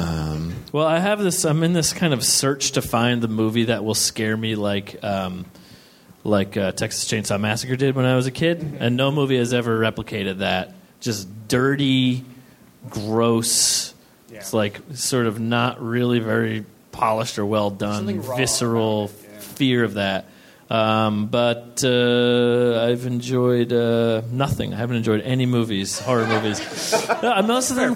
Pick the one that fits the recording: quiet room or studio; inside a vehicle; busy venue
busy venue